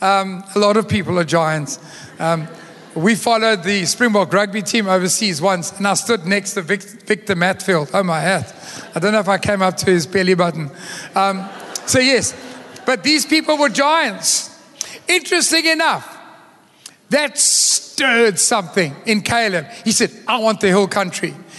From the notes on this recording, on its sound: Recorded live.